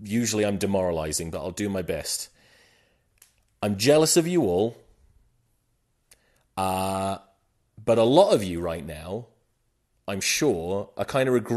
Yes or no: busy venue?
no